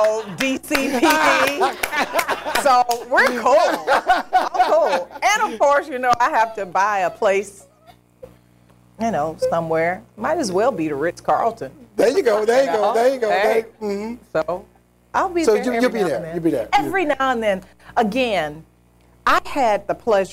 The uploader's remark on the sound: Taped in front of a live audience.